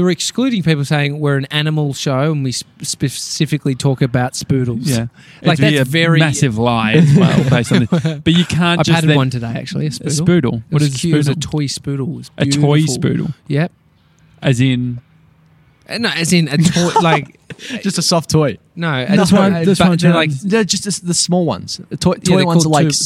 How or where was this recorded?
outdoors